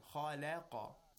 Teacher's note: at the beginning and the end of the word, we have تَفْخِيم، and in the middle, we have تَرْقِيق.